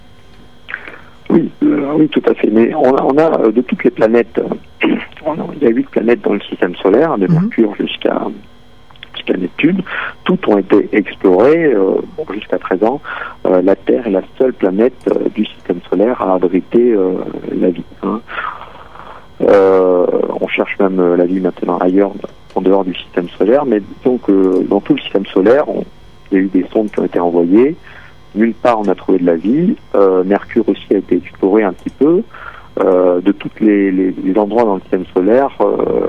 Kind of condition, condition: link, phone line